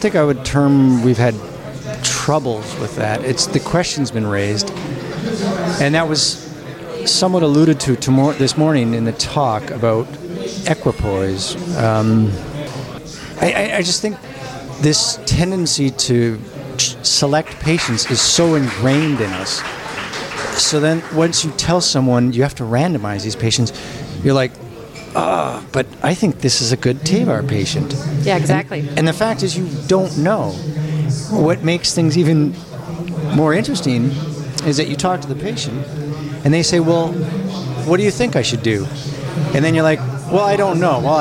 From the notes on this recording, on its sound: We continue with another live recording from ESVS AM 2023.